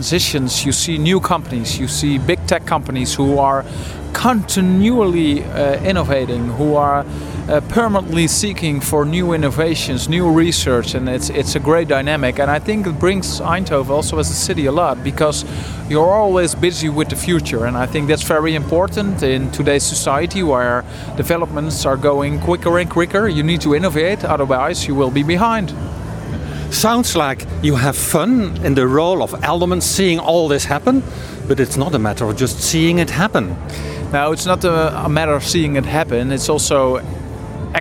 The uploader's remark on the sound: We recorded the interview at the official opening of the Una Paloma Blanca language hub.